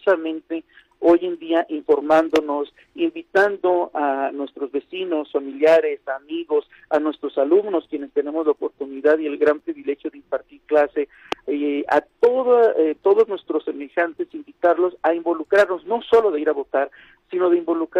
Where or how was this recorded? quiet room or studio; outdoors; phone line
phone line